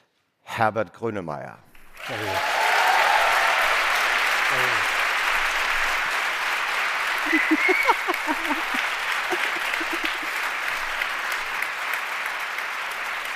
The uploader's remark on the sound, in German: Diese Folge wurde im April 2023 vor Publikum während des ZEIT ONLINE Podcast-Festivals im Berliner Westhafen aufgenommen.